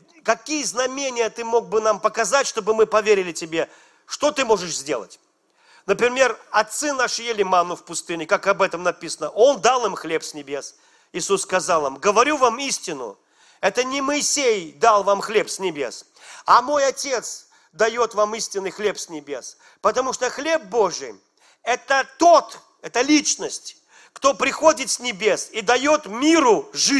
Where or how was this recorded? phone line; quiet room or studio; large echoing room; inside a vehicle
large echoing room